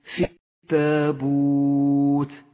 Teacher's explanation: سقطت اللام من اللفظ لأنها شمسية تكتب ولا تلفظ